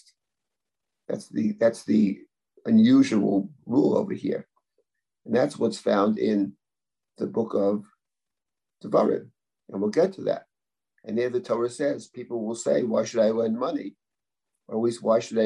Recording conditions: video call